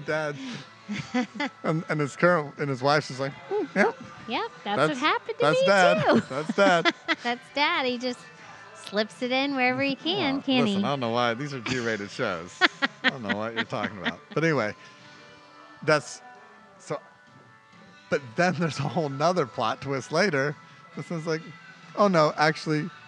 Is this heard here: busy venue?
yes